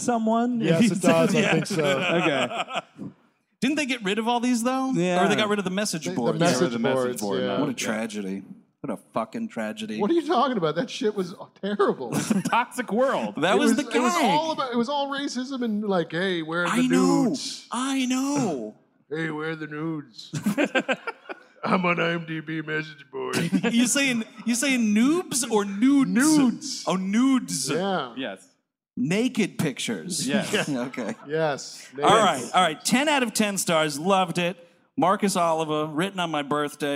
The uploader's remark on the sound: Live! at the Los Angeles Podcast Festival. It's the gang's live appearance at the 2017 Los Angeles Podcast Festival. Recorded at the Millennium Biltmore Hotel's Biltmore Bowl.